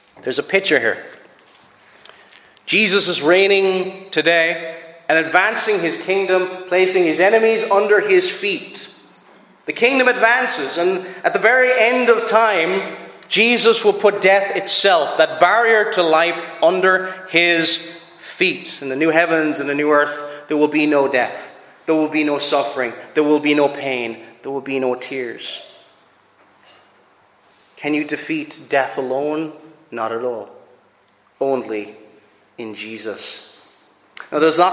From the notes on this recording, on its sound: Preached at Loughbrickland Reformed Presbyterian Church